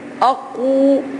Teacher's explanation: قاف مشددة بالضم مع مد بالواو